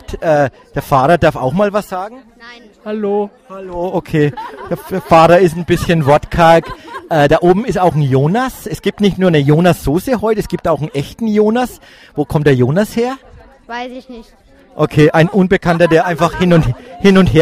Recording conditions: busy venue